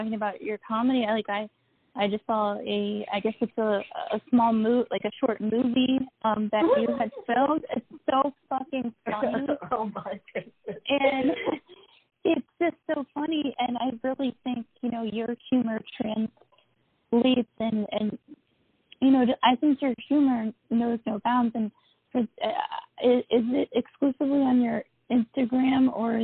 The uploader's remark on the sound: The recording went out twice on this episode! Still learning and growing with the tech on this one so apologies for audio issues ahead of time.